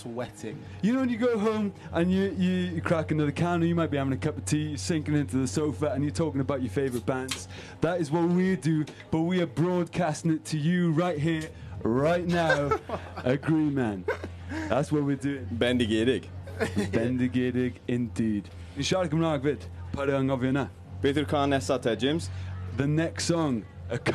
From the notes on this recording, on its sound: Live at Green Man Festival. The boys stumbled their way through a live show in one of the country's most treasured music venues.